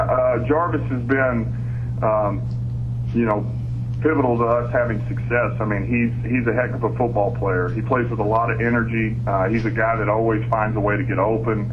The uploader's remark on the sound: Opponent Conference Call. Miami Dolphins Interim Head Coach Speaks with the New York Media.